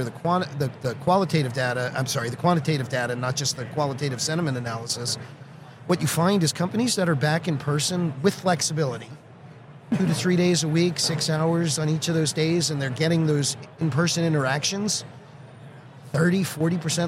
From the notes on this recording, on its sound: Live at the HR tech 2022 conference